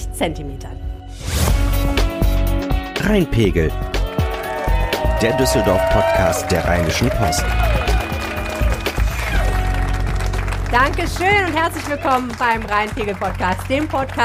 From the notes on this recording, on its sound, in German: Darum ging es bei Rheinpegel LIVE am Stadtstrand im Oktober. Haben wir uns am Rheinufer getroffen.